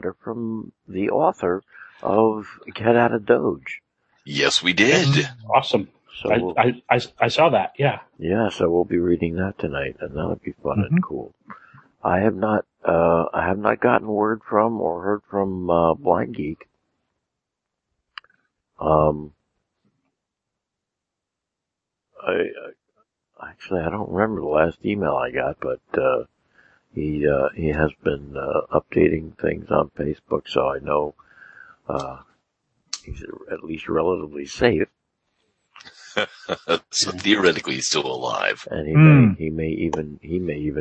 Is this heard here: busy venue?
no